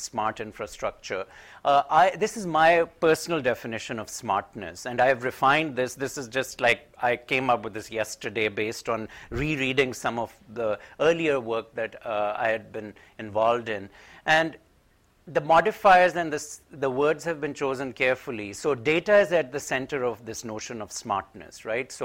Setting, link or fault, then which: setting, large echoing room